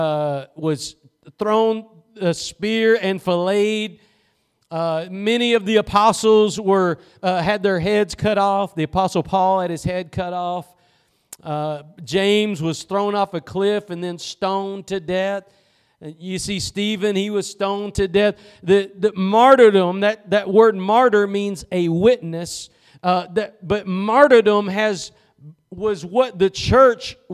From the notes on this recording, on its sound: Preached at Gospel Lighthouse in Bossier City, La.